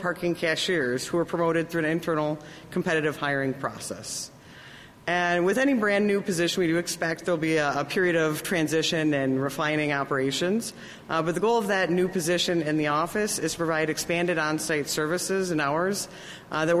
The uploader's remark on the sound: News Conference: Wilson Street Garage Grand Opening